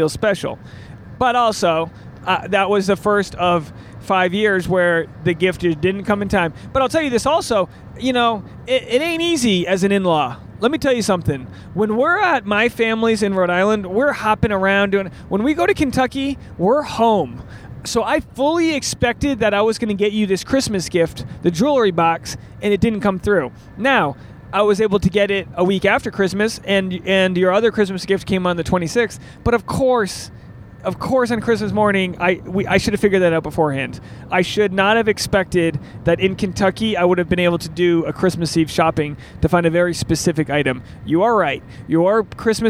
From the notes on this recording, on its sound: This episode was recorded on Route 73 eastbound.